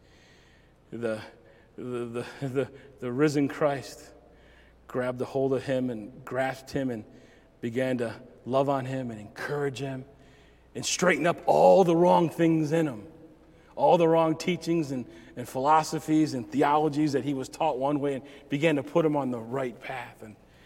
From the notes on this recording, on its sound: Recorded at Southtowns Christian Center Feb 27, 2022.